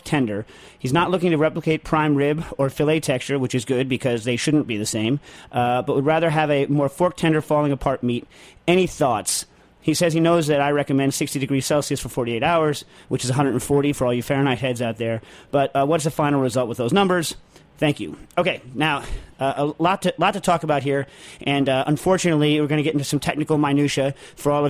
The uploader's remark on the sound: Is in the comforts of Southern California. Does join by phone.